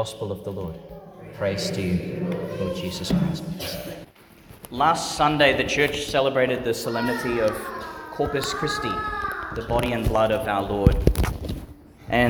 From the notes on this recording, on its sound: Homily for the Eleventh Sunday in Ordinary Time, delivered in St Peter Chanel Church, Tannum Sands, Qld.